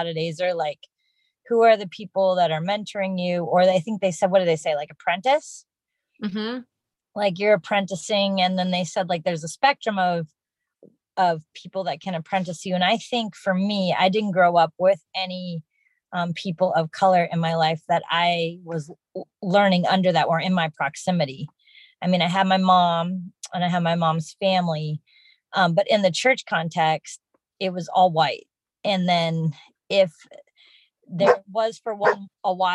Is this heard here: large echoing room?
no